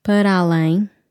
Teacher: Same here, join the two words, para além. So the last A from para sounds like an A with an accent because you're joining that A with the A from além.